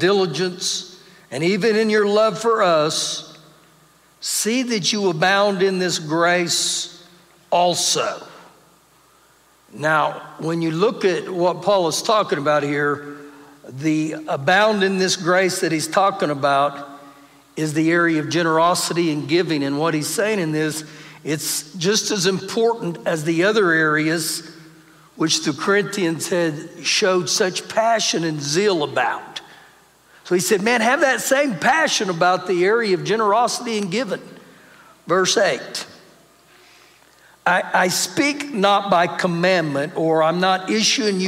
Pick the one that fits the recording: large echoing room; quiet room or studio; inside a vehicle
large echoing room